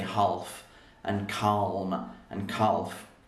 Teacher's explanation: So we spell it with an L. We spell half with an L. It looks like this. Half, and we don't really say the L. And actually a lot of words that are spelled like this, calf as well, we don't really say the L.